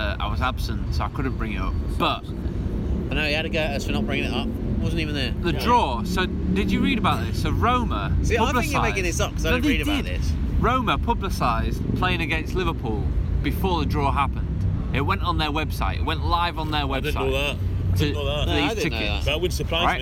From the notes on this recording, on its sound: Podcast in the Park! Take things outside to the park.